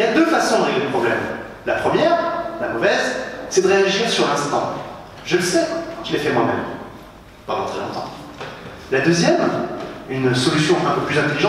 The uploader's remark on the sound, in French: cette conférence, donnée lors du WED, le Web entrepreneur Day à Paris